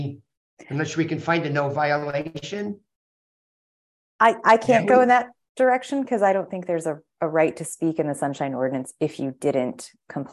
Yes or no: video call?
yes